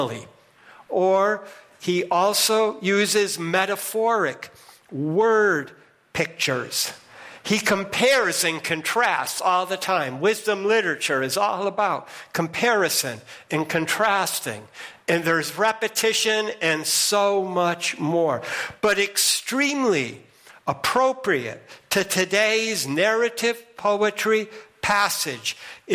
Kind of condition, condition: setting, large echoing room